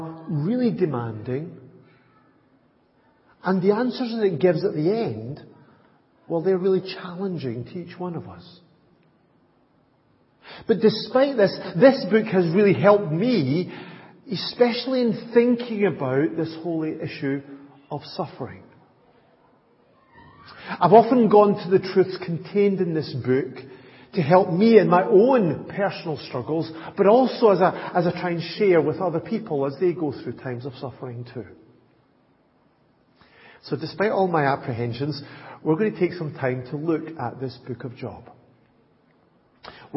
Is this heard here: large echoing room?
yes